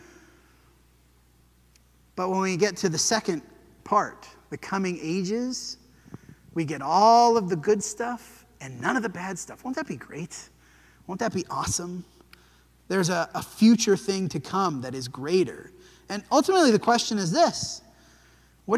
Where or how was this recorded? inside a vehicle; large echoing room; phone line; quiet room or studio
large echoing room